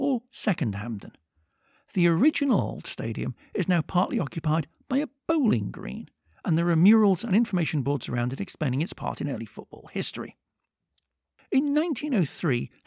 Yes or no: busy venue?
no